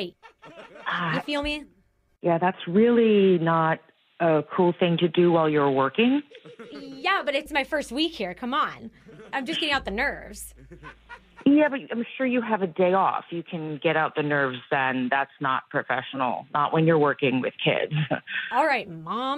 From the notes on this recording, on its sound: In your Phone Tap, we call a long-time nanny while she’s on vacation and introduce her to her clueless, unskilled and dangerous replacement.